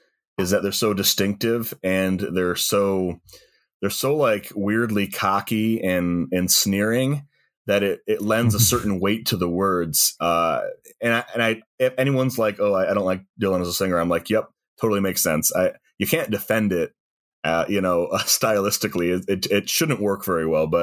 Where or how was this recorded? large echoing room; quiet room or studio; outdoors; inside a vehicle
quiet room or studio